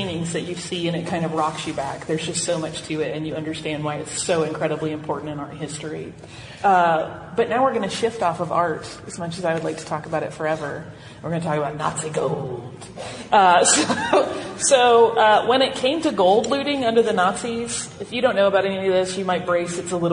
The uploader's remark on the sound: Live From FanX